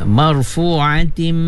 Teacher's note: tanwin bertemu dengan mim lagi, wajib gunnah, ya, idgham dia